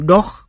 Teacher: O phát âm như a nhưng tròn môi, ví dụ dog con chó của tiếng Anh.